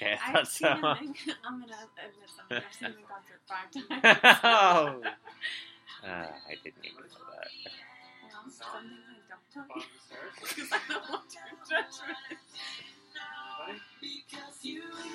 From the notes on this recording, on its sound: COMMENTARY TRACK. Sound quality is different, just a warning.